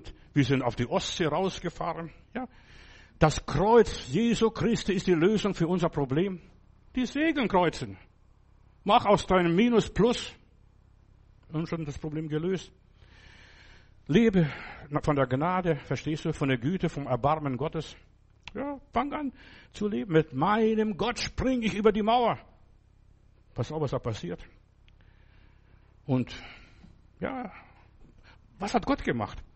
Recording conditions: large echoing room